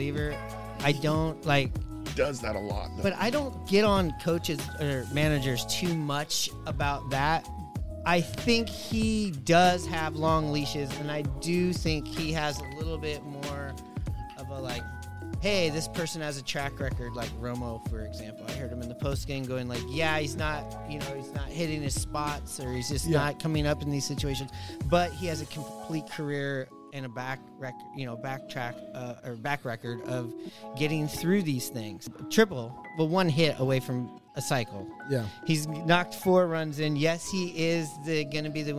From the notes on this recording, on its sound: Live from the Vault 177 in Shoreline, WA.